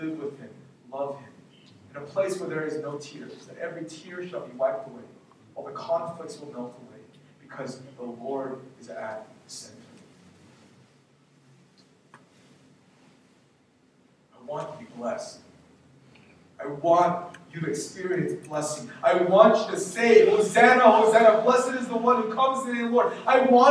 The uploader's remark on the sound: We apologize for the poor audio quality.